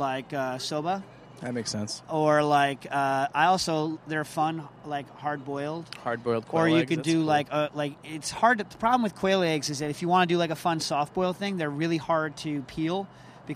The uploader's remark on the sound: LIVE From Bass Pro Shop in Bridgeport, CT